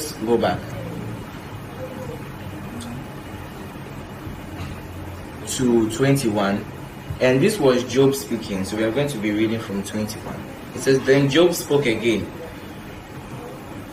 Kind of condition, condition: setting, large echoing room